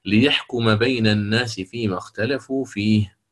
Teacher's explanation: ليحكم بين، عندنا هنا الميم متحركة وبعدها حرف الباء، نفس الشيء يجب أن تسكن الميم ثم آتي بالحكم المعروف وهو ميم ساكنة وبعدها باء، فالإخفاء مع الغنة